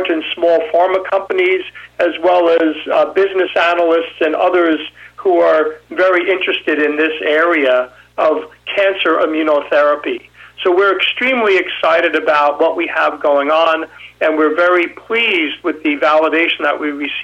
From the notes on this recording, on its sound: called in to SmallCapVoice.